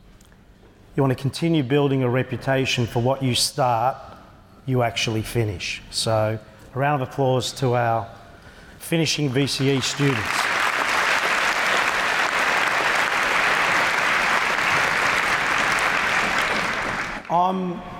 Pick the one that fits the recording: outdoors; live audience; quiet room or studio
live audience